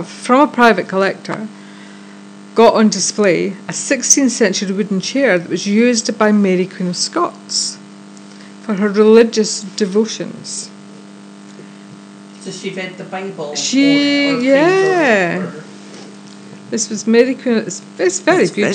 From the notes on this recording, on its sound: We are aware of some sound quality issues in this episode and we apologise